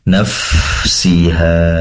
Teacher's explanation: perlu dialirkan fa-nya karena memiliki sifat hames, yaitu mengalirnya nafas atau udara di saat melafalkan huruf fa